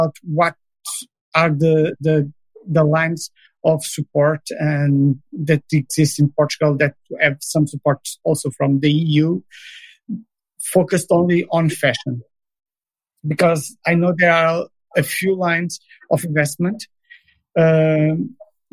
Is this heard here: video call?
yes